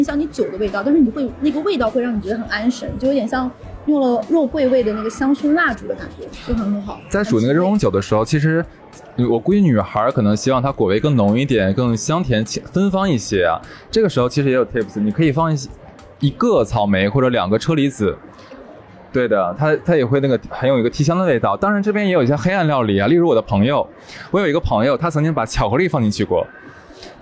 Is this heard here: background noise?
yes